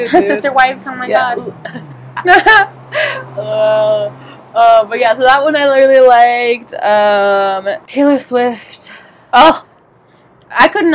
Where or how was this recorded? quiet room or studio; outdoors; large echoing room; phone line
outdoors